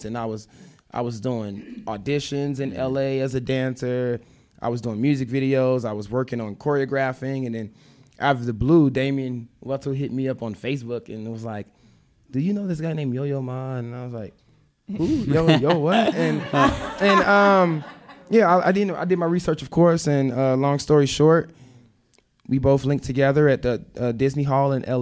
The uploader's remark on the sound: Today we are bringing you a live podcast recording from the Vail Dance Festival. This live podcast was recorded at Manor Vail Lodge.